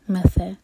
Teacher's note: لہم مث، یہ ث سین نہیں ہے، مسا نہیں ہوگا